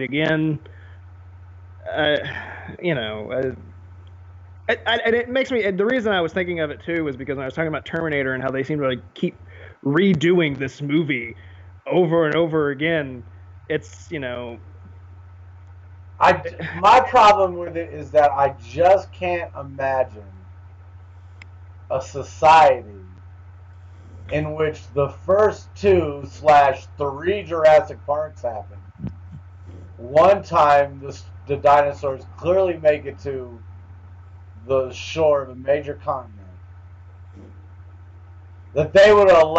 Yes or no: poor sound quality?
yes